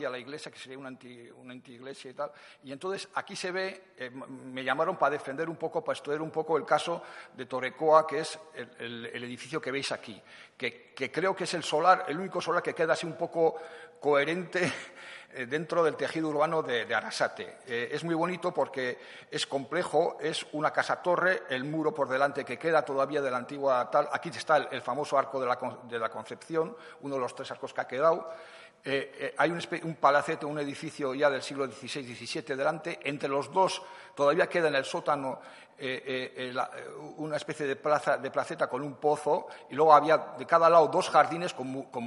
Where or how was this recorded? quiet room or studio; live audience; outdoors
live audience